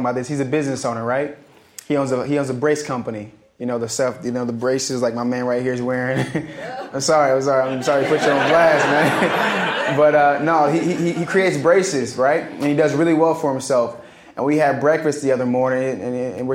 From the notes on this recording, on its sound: In this live recording of the podcast. Inspires the audience to stand up, give hugs, and say “I love you.”